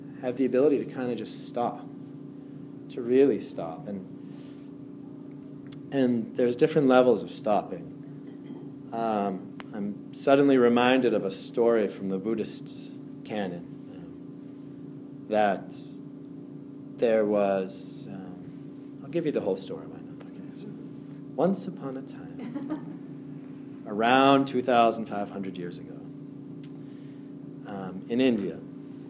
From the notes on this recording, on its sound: A talk given to an adult audience at Andover High School, 2/8/17